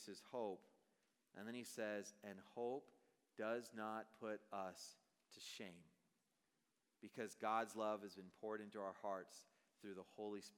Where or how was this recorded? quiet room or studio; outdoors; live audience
live audience